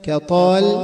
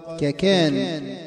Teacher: الألف لا توصف بترقيق ولا بتفخيم، ولكنها تتبع ما قبلها، فإن كان مفخما فخمت كطال، وإن كان مرققا رققت ككان